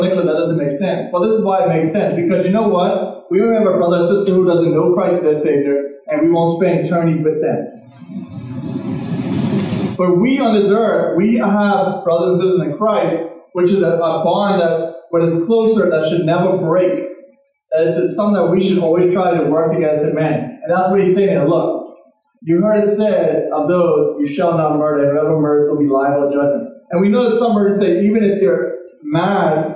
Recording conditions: poor sound quality